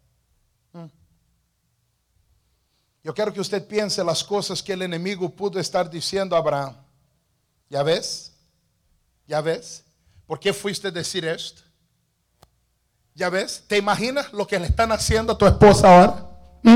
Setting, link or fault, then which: setting, large echoing room